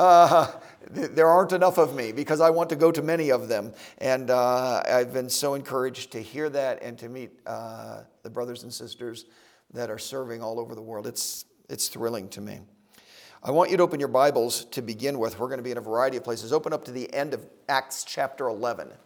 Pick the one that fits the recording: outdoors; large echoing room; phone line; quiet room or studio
large echoing room